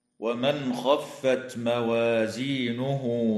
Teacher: النون الساكنة في قوله تعالى: ومن خفت، حكمها الإظهار الحلقي عند الخاء